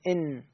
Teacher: طريقة الإخفاء أنه هاي النون المخرج اللساني مالتها، المخرج اللساني مين؟ اللسان، طرف اللسان مع الفوق هاي اللحمة اللي هي قبل الثنايا العليا · Term: مخرج النون